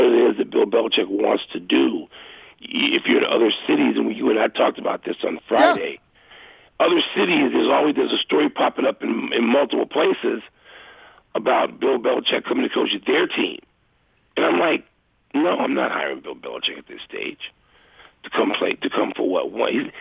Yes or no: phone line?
yes